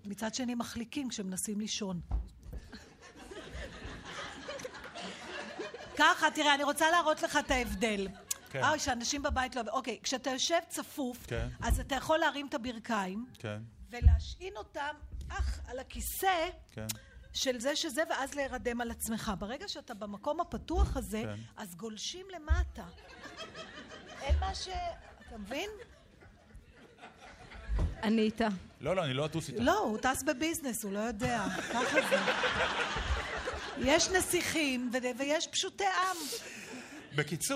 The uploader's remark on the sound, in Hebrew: הרפתקה מחוץ לאולפן באולם הקאמרי 4. התכנית הוקלטה מול קהל של כ-200 ממאזיני "ציפורי לילה עושות עניין".